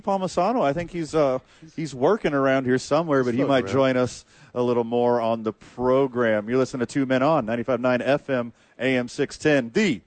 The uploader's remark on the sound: live at The Duke Store